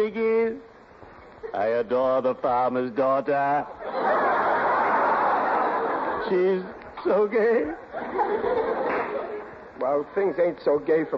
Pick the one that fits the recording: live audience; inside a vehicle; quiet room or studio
live audience